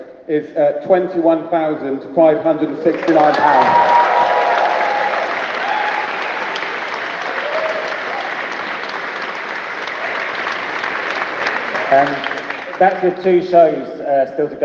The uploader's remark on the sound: Edinburgh Comedy Awards Speech